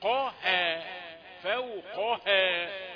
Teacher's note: تفخيم القاف وترقيق الهاء، قاها فوقها، وأن لا يفخم أحد الحرفين اللي هو الفاء ولا الواو.